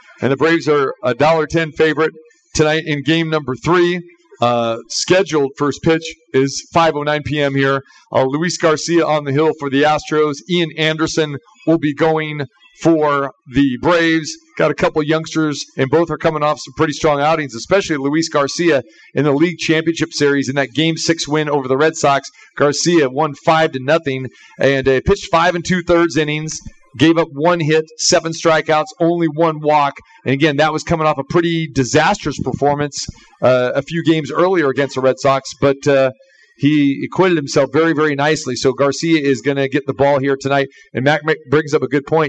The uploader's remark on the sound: Live from The Cosmopolitan of Las Vegas